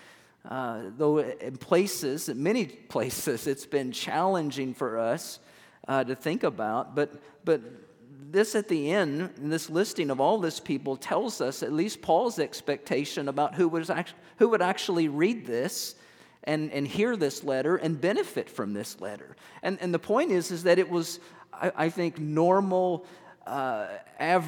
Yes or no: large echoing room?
yes